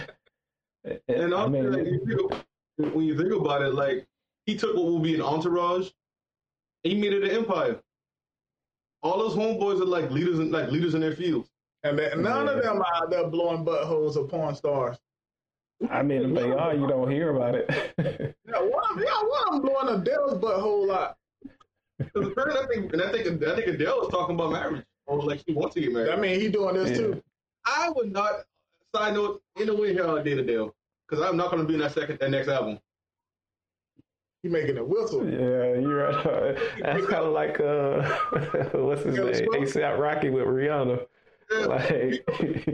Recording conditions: poor sound quality